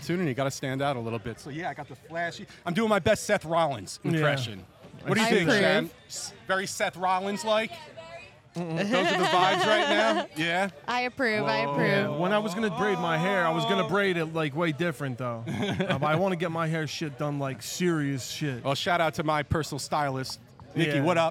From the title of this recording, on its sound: Live From The Premier Wrestling Showcase